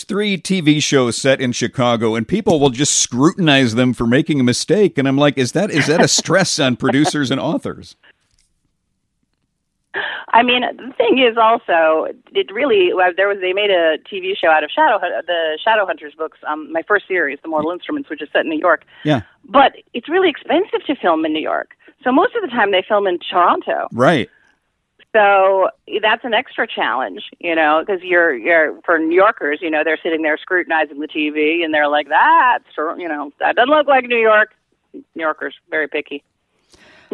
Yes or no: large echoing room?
no